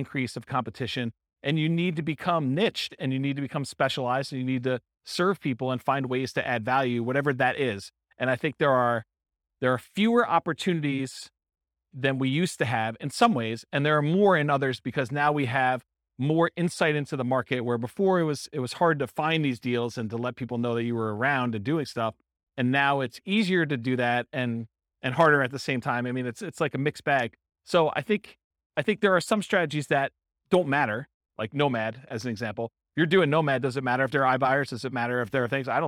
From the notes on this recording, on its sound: This was a live class recorded